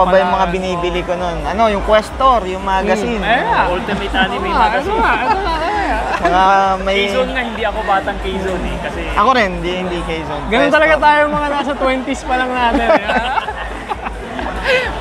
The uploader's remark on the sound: Interview at Kwentoon Festival 2023.